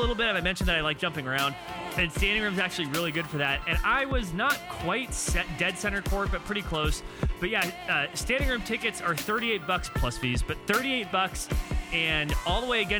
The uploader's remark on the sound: Report LIVE from Moda during halftime. How loud the Moda Center can be.